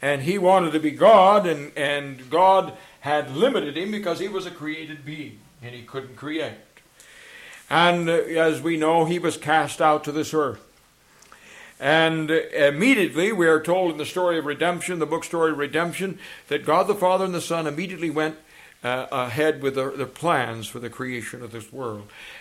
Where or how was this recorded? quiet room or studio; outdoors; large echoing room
large echoing room